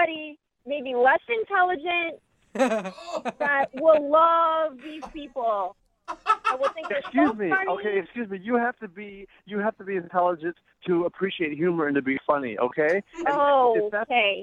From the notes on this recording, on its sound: In fact he’s so excited to be on the phone with the morning show it seems like he barely he even cares about the date he went on!